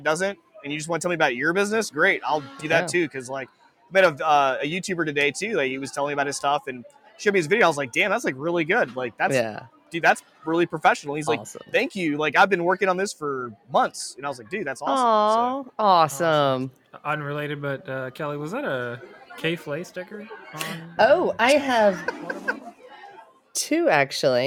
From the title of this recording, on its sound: Live from PAX EAST 2022